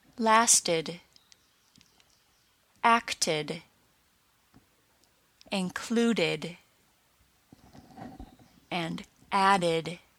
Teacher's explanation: If a word ends in a T sound or a D sound, and I mean that it ends in one of those sounds before the ED is added, the ED ending will sound like id, which is a combination of a short I sound and a D sound. This happens whenever we need to add a syllable to a word when the ED ending is added. · Notice that all of those words ended in either a T sound or a D sound before the ED was added, and that after the addition of the ED ending, the words all ended in id, and none of the words ended in it.